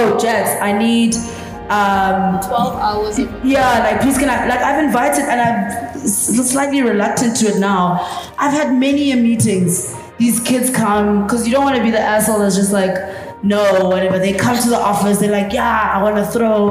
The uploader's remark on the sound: TogetherForTheWin Conference Part 2. The startups that were in the audience got their chance to ask questions. This capsule series of the Hive Network Podcast is from archival audio.